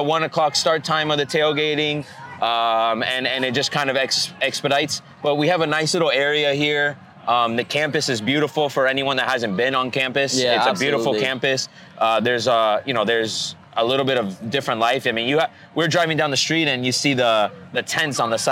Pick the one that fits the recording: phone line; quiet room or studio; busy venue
busy venue